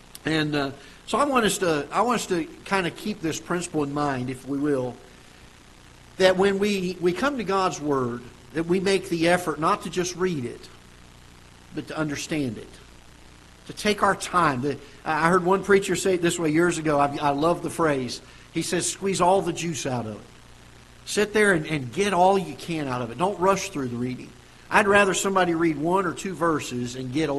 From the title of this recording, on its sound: Ketha Heights Baptist Church ~ Live Broadcast